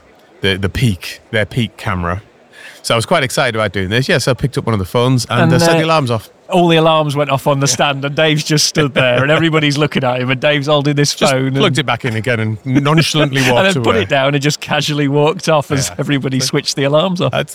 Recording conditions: busy venue